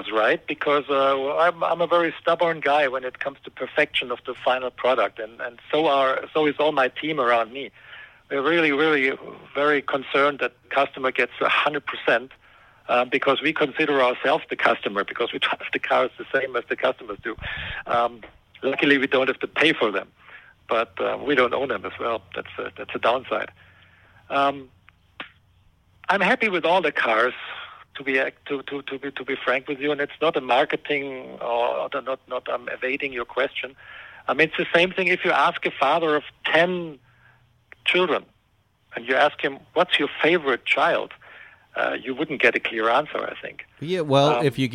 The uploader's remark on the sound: calls in from Germany